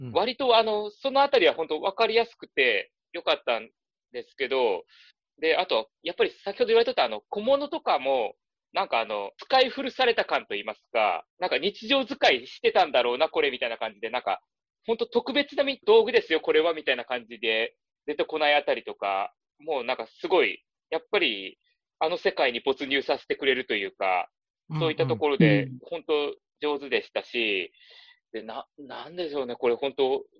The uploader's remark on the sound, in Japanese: ZOOM収録